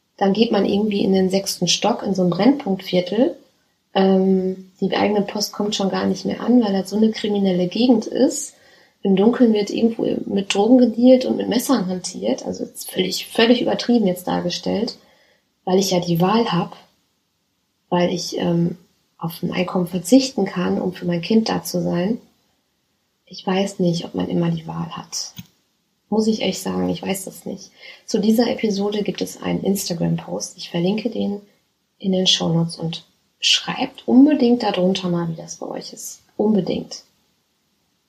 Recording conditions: phone or laptop microphone